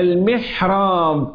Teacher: ولولا البحة التي في الحاء لكانت عينا